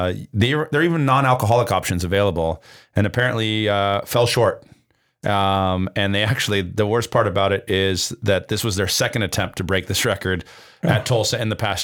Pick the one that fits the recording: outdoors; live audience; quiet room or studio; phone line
quiet room or studio